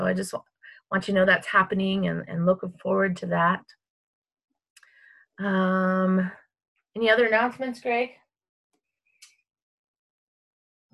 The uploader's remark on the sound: we still have Sunday morning service using zoom, Facebook Live, Instagram, and YouTube